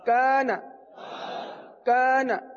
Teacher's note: اس الف کو باریک پڑھیں گے، وجہ یہ کہ الف سے پہلے والا حرف کاف باریک ہے اس لیے الف کو بھی باریک پڑھیں گے۔